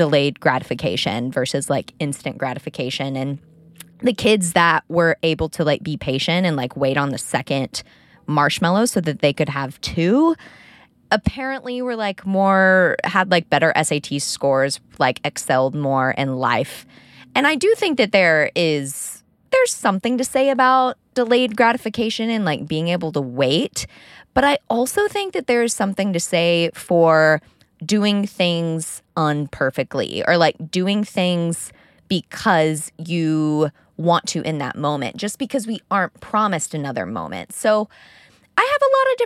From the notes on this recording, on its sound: Talk with me in my car